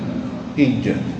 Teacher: إذا نطقت بالجيم تشعر أن لسانك ليس يرتفع إلى الحنك بل يلتصق مع الحنك الأعلى